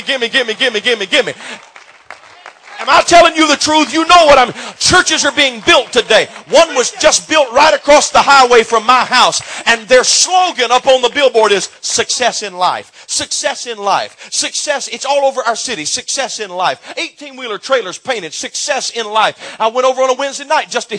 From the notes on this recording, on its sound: preaches in Burr Ferry, LA River of Living Water Conference